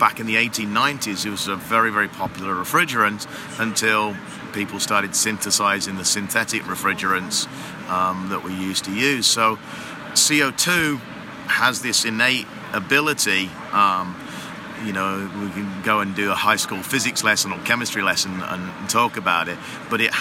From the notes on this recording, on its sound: live on the AHR Expo floor in Chicago